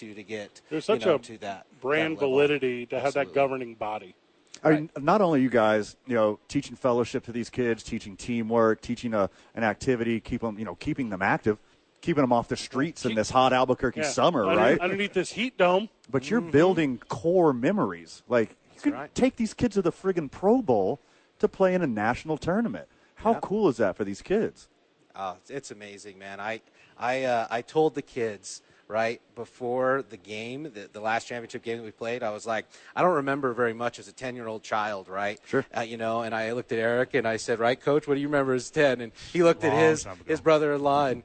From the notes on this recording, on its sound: Live from The Albuquerque Duke Store.